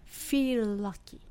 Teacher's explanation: feel の L と lucky の L が LL でやっぱりここも L の音をシェアして feel lucky うん、ちょっと伸びる感じですねそうそうそう長くなる感じで後ろのラッキーにそのままつながる、うん、 · feel lucky で L これは feel の L と lucky の L が LL でやっぱりここも L の音をシェアして feel lucky うん、ちょっと伸びる感じですねそうそうそう長くなる感じで後ろのラッキーにそのままつながる